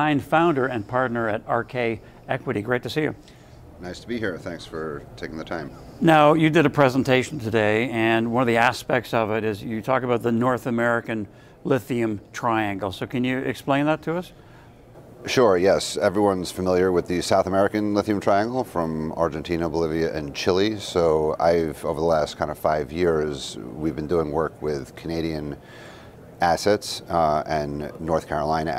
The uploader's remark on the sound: Interview at Benchmark Minerals Conference